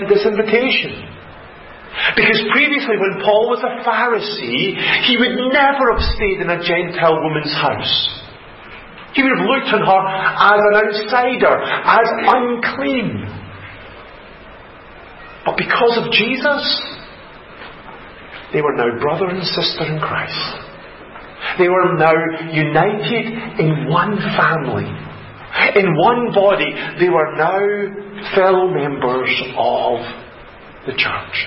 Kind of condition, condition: setting, large echoing room